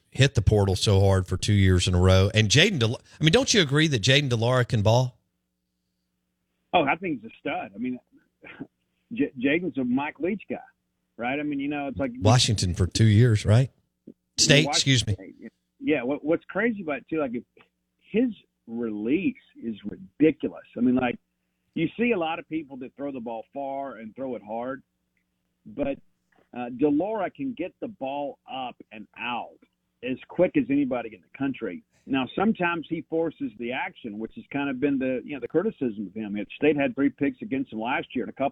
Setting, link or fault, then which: link, phone line